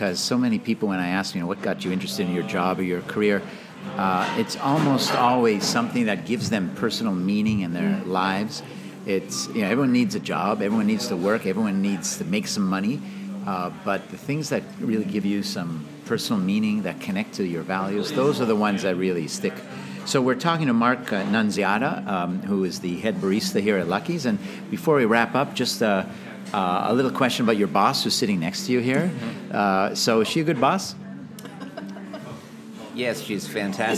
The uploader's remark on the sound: we took a road trip and recorded the episode right at Lucky’s.